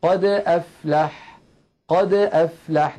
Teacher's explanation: لأن الفم ينطق الدال وينتقل مباشرة إلى نطق الهمزة من كلمة أفلح · Term: القلقلة الصغرى